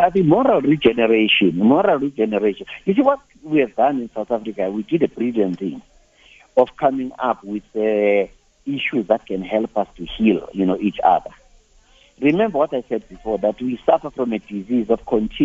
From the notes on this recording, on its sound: GUESTS (phone)